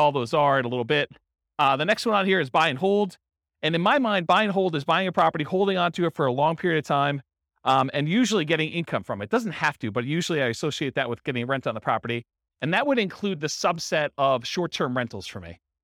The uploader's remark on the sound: In Pasadena, California. This was a live class recorded to give investors a solid qualitative overview of all the different real estate investing strategies.